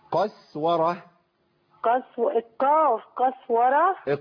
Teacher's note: ما تقوليش قسورة لأن هي بالسين مش بالصاد